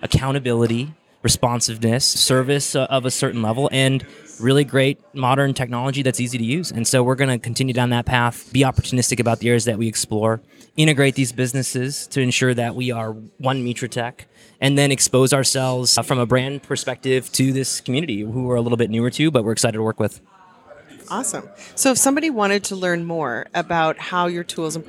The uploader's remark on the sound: Recorded at HRTech